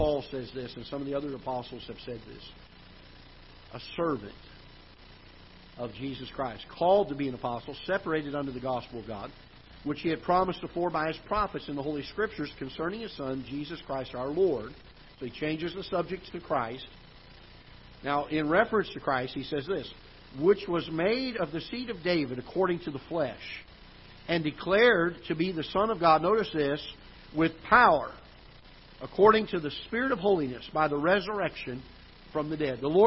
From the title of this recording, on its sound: Ketha Heights Baptist Church ~ Live Broadcast